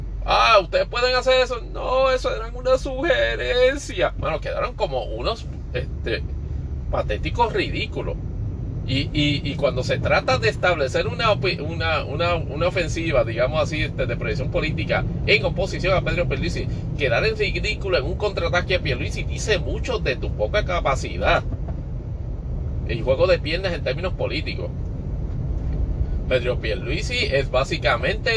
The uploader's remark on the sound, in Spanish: grabado desde la aplicación Anchor para Android